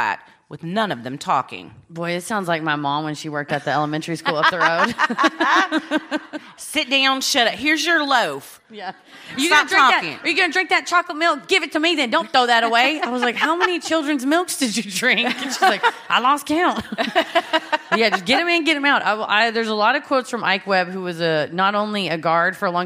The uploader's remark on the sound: Recorded live at Funny Bone in Columbus, Ohio